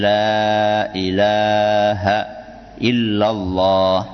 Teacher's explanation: Nah, itu kan ada yang panjang, ada yang pendek. La itu panjang, i pendek, la panjang, h pendek. · Term: panjang pendek